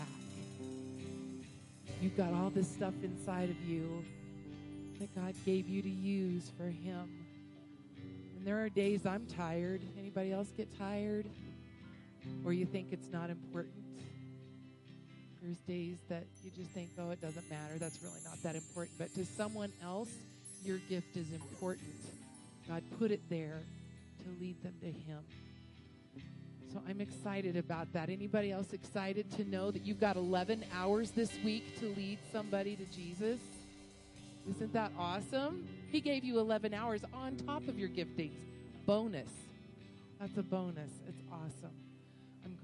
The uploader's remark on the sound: Woodland Life Church Live